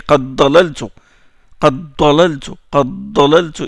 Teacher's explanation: Il y a élision du dal dans le da